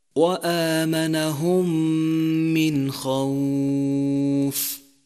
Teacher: جاءت الواو هنا ساكنة مفتوح ما قبلها فهي واو لينة، نمدها حركتين أو أربع حركات أو ست حركات ولكن في